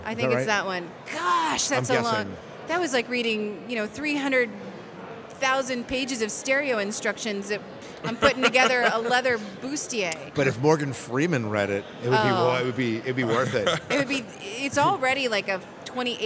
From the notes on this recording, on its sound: Live from Farpoint